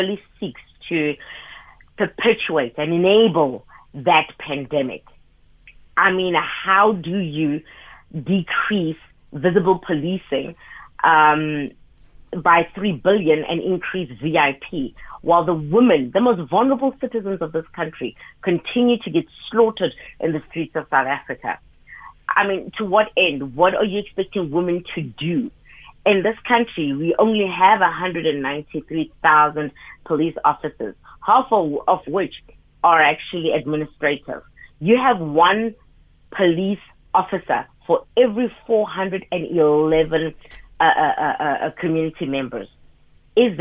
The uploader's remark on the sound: SHE IS ON THE LINE